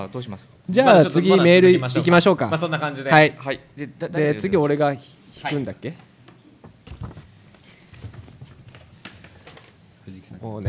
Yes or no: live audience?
yes